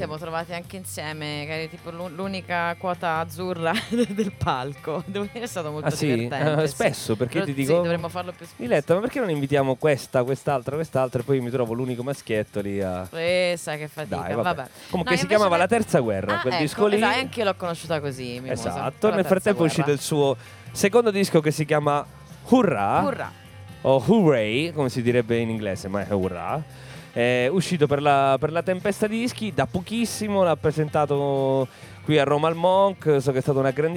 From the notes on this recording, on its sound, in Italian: Registrato dal vivo